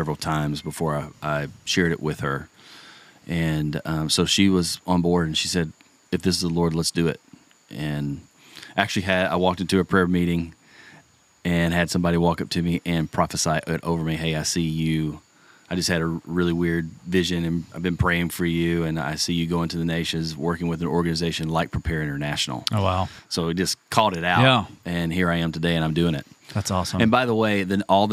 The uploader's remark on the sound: In the jungle of Talamanca, Costa Rica. We literally recorded the podcast in the middle of the jungle.